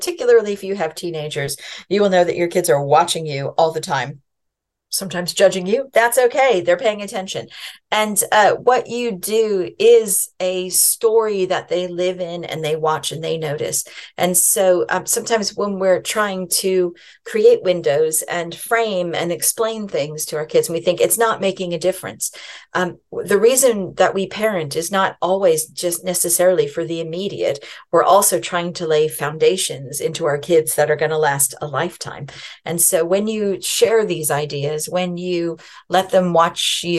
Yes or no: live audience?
no